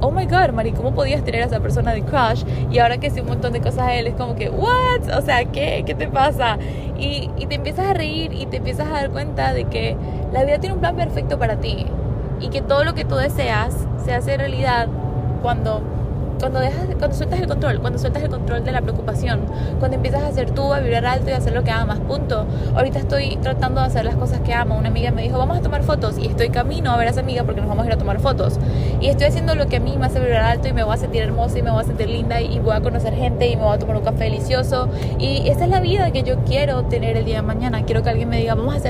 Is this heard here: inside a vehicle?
yes